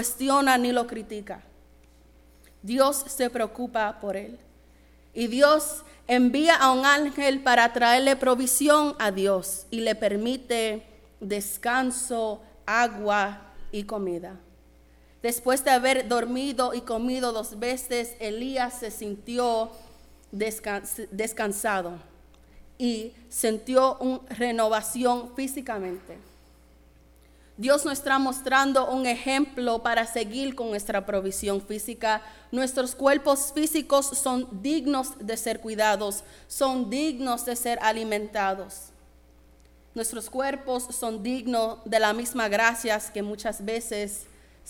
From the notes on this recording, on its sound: Sermon preached at RCHP on June 25, 2023.